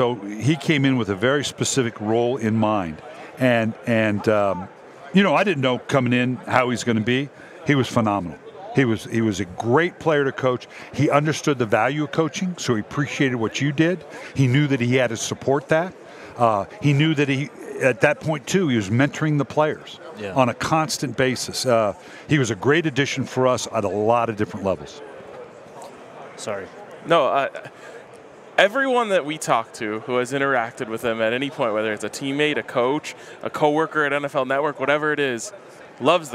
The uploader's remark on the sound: live from Radio Row in Las Vegas.